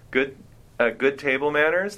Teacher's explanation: rising intonation, indicating a question mark